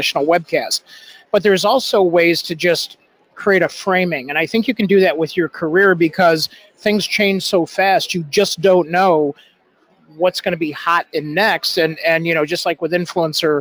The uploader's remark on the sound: LIVE from Social Media Strategies Summit 2018 in Chicago. The Influence Factory is a LIVE webcast.